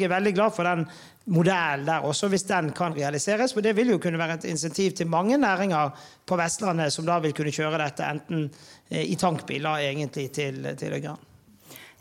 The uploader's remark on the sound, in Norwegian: Live fra toppledermøtet 2023. Nå kan du høre hele panelsamtalen fra møtet i denne første liveinnspillingen av Operasjon Nullutslipp.